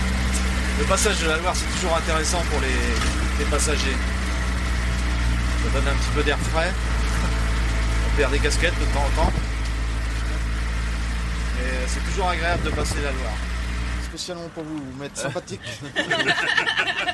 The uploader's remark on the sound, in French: Au volant du petit train touristique de Nantes. Chaque jour sur son circuit de quarante minutes, il entraîne depuis sa locomotive rouge et blanc les vacanciers du jour : de la place Saint-Pierre au site des anciens chantiers navals.